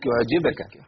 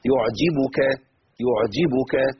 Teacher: الباء هنا مضمومه، لابد من اثبات حركه الضم · Shown in: second take